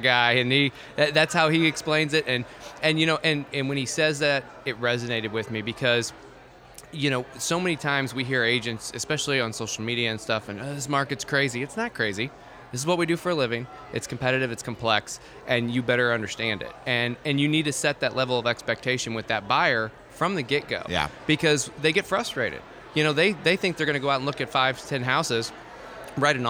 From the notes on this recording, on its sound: took the show on the road to the Missouri Realtors Spring Business Conference